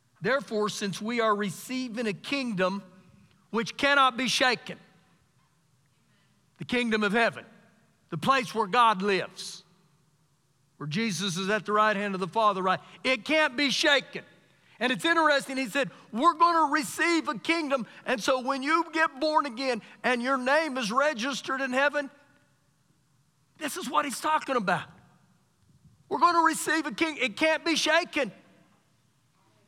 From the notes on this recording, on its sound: Recorded live during our Wednesday night service